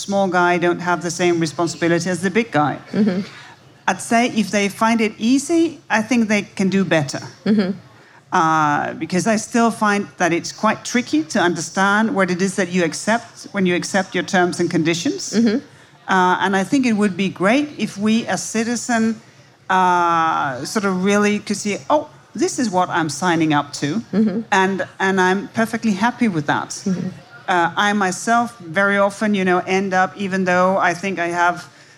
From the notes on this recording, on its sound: Live at SXSW 2019. In front of a live audience at South by Southwest 2019.